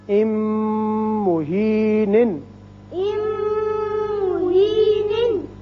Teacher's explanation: میم میم سے ملا، پھر دوبارہ تنوین کا میم سے ملا، دونوں جگہ ہم ناک میں آواز تھوڑی دیر ٹھہرائیں گے